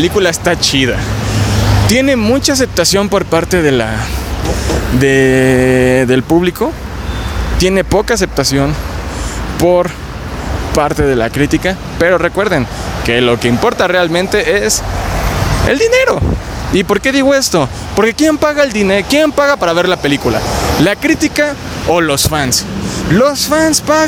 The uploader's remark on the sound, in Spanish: Grabado en Avenida Paseo de la Reforma